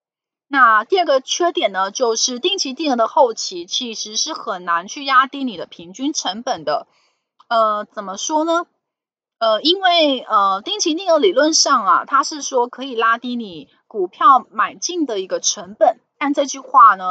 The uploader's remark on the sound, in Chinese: 本集有些許雜音，已亟力避免，如有察覺請多多包涵